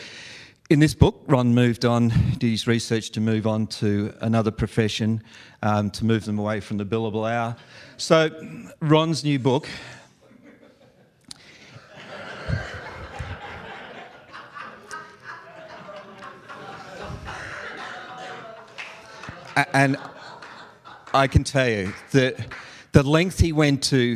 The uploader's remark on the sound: live event coverage of the VeraSage Symposium